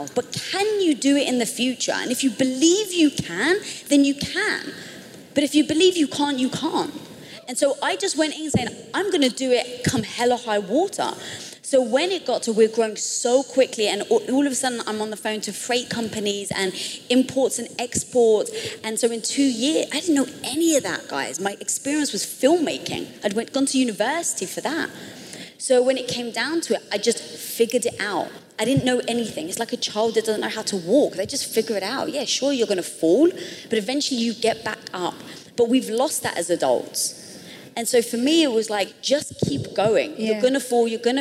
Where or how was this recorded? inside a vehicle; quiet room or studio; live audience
live audience